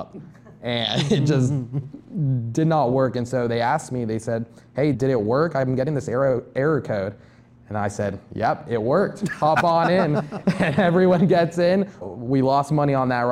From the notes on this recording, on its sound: This episode was recorded for an audience of students in Longhorn Startup at The University of Texas at Austin.